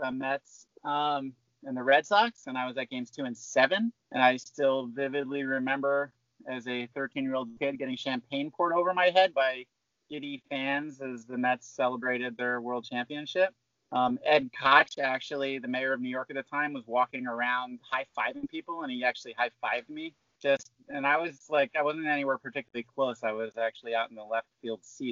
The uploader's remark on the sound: This episode was recorded via Skype during the COVID-19 quarantine.